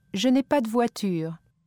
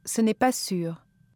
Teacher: prononcer la voyelle très fermée U et le RE français